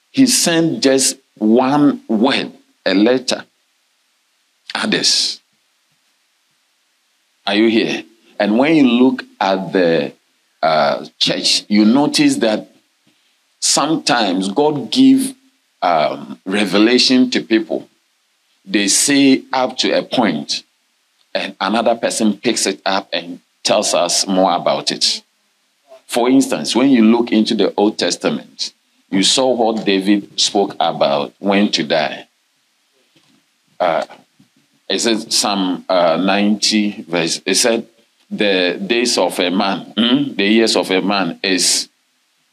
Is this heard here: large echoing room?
yes